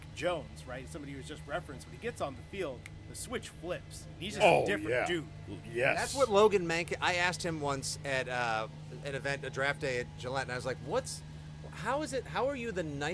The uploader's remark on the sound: Live from Foxborough! LIVE from day two of Patriots training camp!